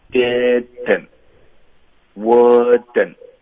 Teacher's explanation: 这个 N 的音呢，你又能听到一个鼻音，你又感觉它顿 · Term: 干脆停顿